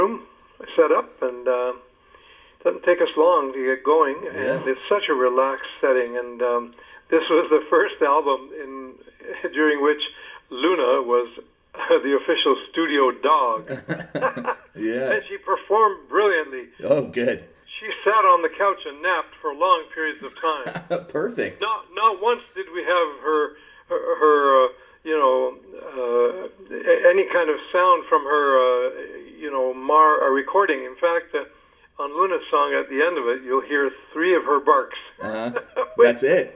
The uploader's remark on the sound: I spoke on the phone